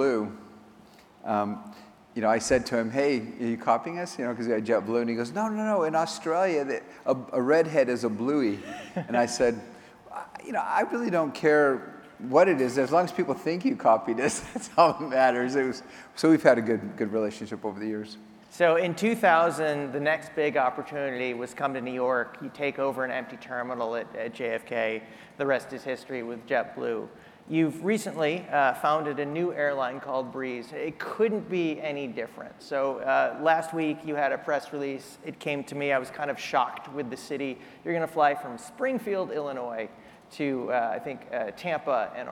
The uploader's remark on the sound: At the Skift Global Forum in New York this week. On stage.